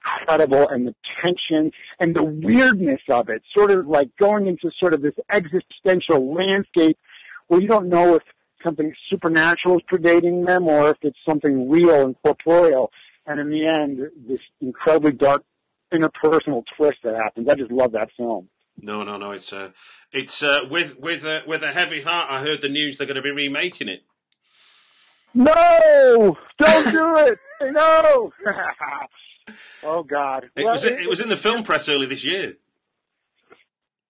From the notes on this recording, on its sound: desperately clinging onto a phone signal in a remote corner of Idaho